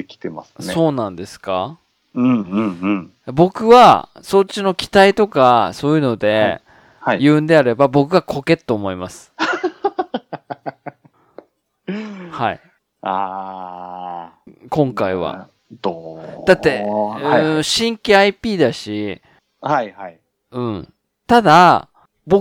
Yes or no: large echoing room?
no